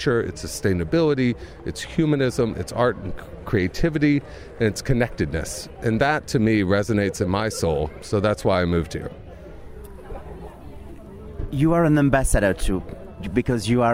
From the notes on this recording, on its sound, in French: Reykjavik Fashion Festival - Iceland. Interview pendant Reykjavik Fashion Festival en Iceland.